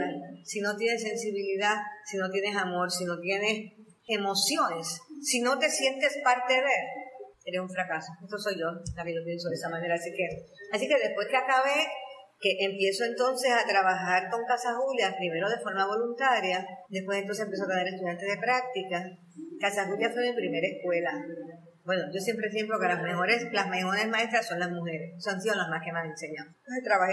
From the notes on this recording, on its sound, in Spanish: Estas conversaciones fueron grabadas en el salón de vitrales en el museo de la historia de Ponce.